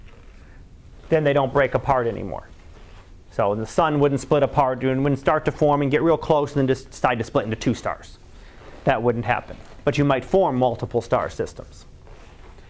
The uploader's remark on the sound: Live Class Lecture